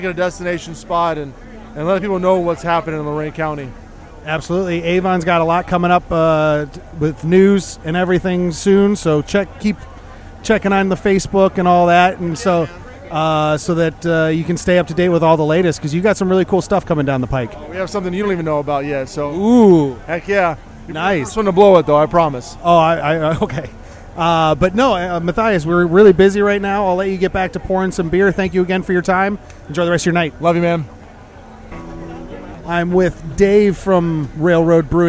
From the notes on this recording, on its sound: In this special edition episode, I report live from the Brewfest Waterfront District Brews Cruise.